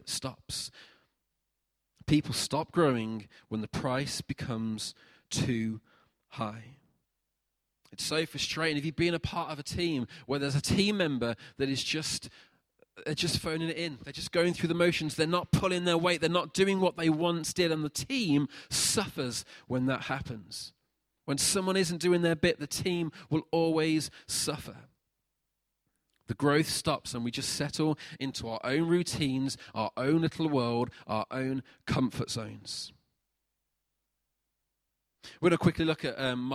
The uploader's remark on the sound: Recorded at freedomcentre church, Preston on Sunday 23rd June 2019